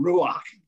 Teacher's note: In fact, even when you say the Old Testament word, ruach, and you have to have a guttural to it. In other words, you've got to really force the air out of your mouth to say the word ruach